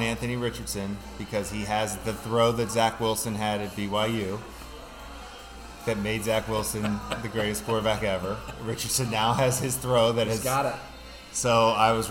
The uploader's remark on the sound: Live from Fattey Beer in Hamburg, NY